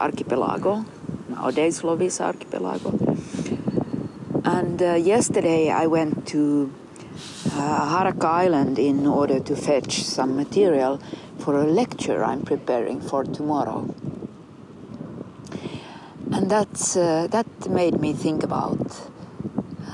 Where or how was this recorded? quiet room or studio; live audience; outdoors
outdoors